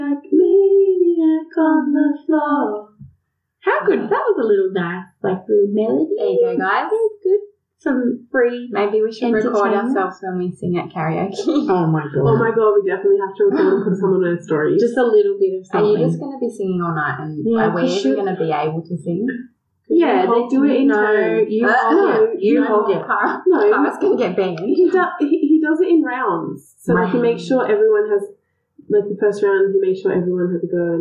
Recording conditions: poor sound quality